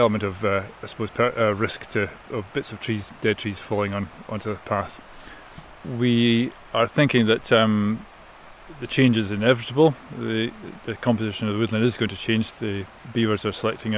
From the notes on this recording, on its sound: In this episode we head to the banks of the River Tay in Perthshire to meet with NatureScot’s beaver team. Recorded at a recent demonstration event held by the team to teach volunteers and land managers the skills to be self-sufficient and carry out effective tree protection in Tayside.